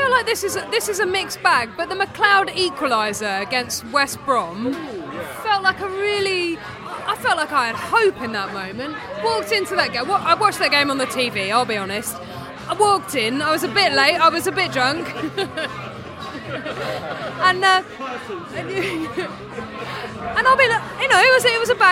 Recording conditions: busy venue